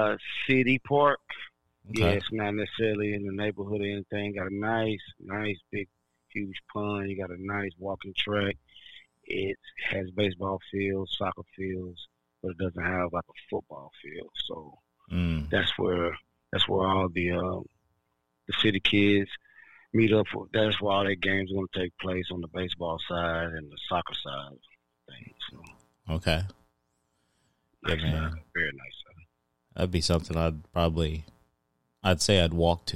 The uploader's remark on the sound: Run some conversation over the phone. Please bear with us on the audio quality.